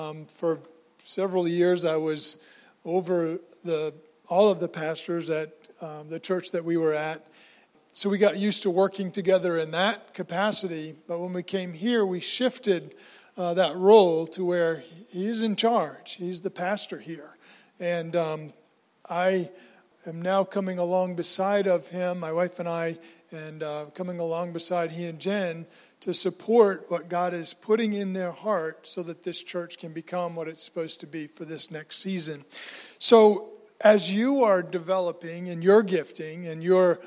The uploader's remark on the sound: was recorded on Sunday, June 9, 2019, during service at The Anchor Church in Rockport, Maine.